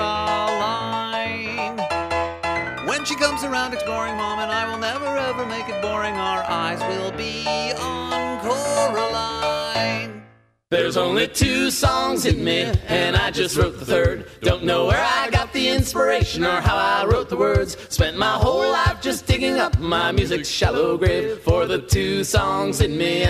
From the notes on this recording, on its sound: live concert audio